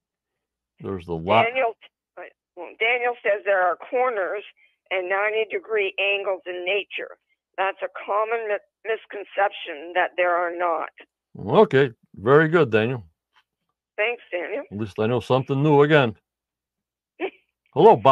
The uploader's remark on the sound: On the phone. In Stream Yard chat.